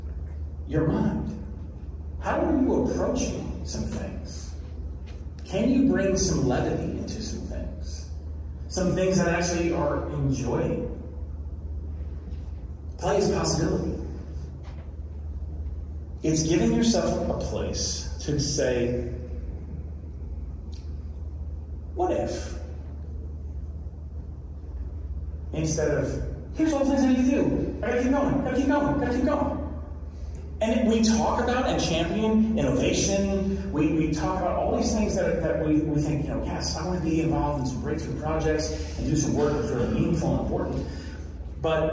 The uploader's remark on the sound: Where I share a recording of a talk I did at a recent tech conference called "That Conference."